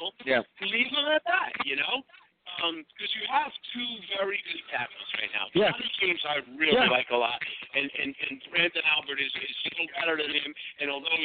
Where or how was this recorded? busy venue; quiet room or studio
busy venue